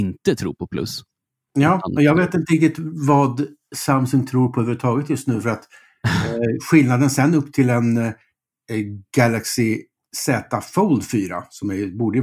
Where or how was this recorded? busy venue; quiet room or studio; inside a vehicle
quiet room or studio